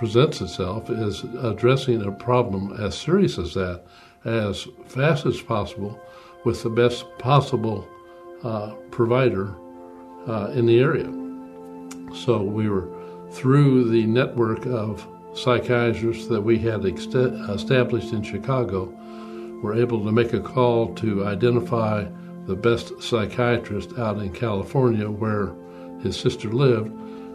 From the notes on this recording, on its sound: during the Crossroads service (9:30 am) on Sunday April 10, 2016, at First Presbyterian Church of Arlington Heights, Illinois